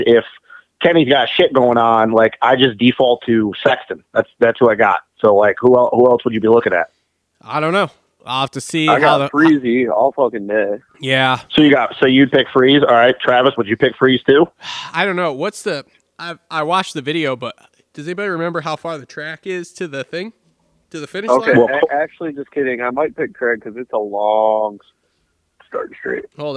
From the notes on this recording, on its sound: get on the phone